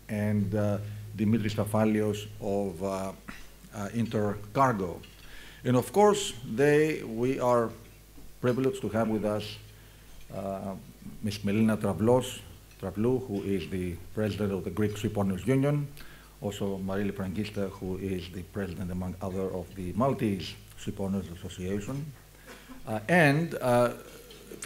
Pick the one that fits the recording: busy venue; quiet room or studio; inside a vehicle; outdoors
busy venue